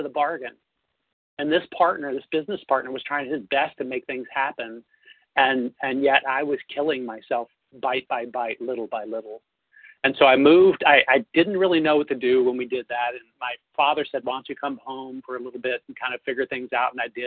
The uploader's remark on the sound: Phone Meeting on 11/3/20. 100 Pounders Phone Meeting.